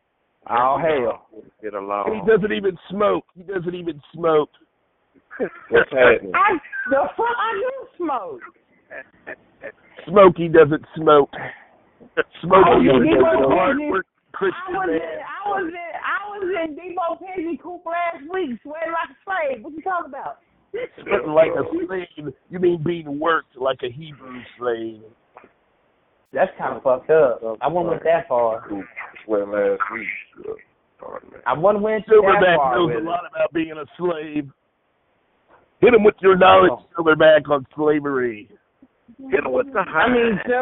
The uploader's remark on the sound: Conference Call